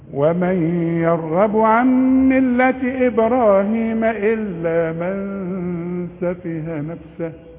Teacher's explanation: الراء هفخمها يبقى حرف مفخم، وكمان الغين مفخمة · Term: راء تخينة